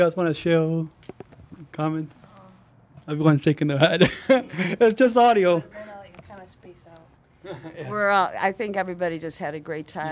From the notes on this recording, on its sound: Podcasting live at the 2015 Disability Pride Parade in Chicago as part of the #ADA25Chicago.